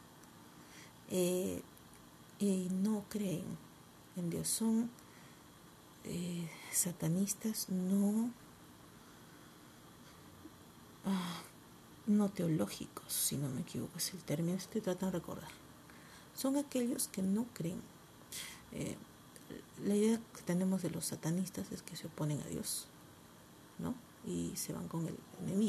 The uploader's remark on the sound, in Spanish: Disculpen el audio bajito. Estoy grabando de madrugada . No quiero que me caiga un zapatazo.